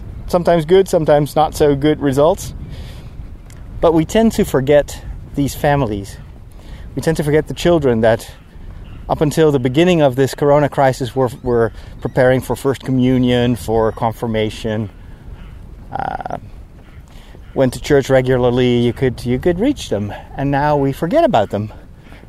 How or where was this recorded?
outdoors